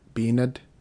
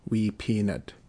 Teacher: B, as in B-ned, turns into a P.